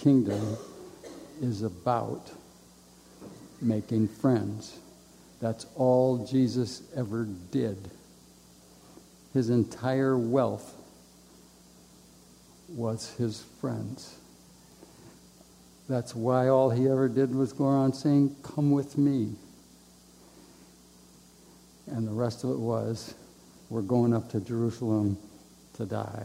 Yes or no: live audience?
yes